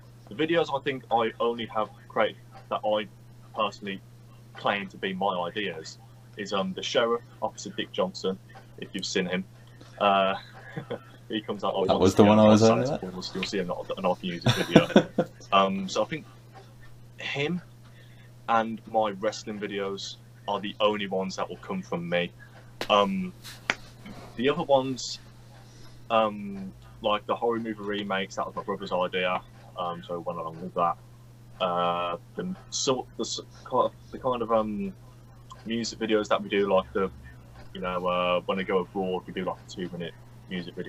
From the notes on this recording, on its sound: We recorded this episode during the midst of the COVID-19 UK lockdown which meant we were unable to meet in a studio. Please excuse any audio/visual issues we have in this pod.